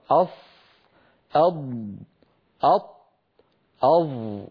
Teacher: هذه الأربعة فيها انحصار للصوت بين اللسان والحنك الأعلى · Term: الإطباق